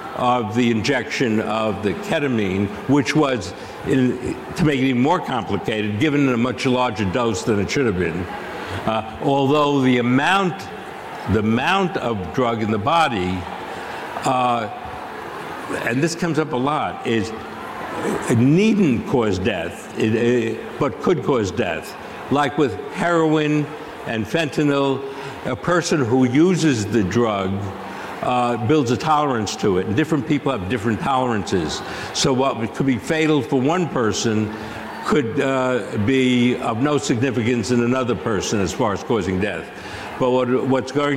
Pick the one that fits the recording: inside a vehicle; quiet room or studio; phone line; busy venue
busy venue